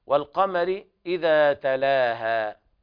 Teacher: اللام هنا لام قمرية حكمها الإظهار · Term: إظهار قمري